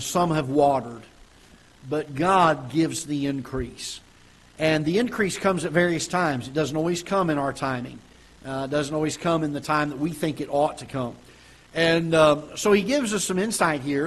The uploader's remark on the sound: Ketha Heights Baptist Church ~ Live Broadcast